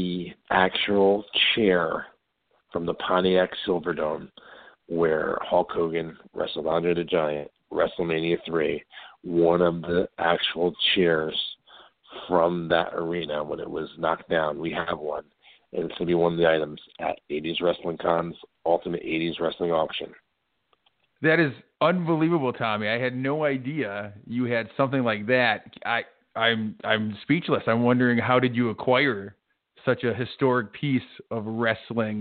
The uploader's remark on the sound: take your calls LIVE on air